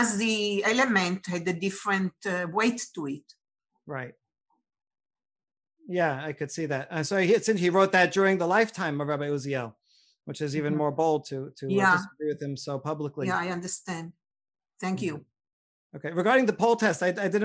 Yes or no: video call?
yes